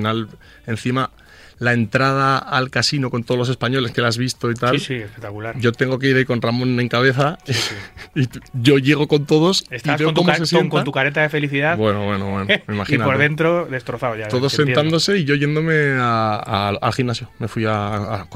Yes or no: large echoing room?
no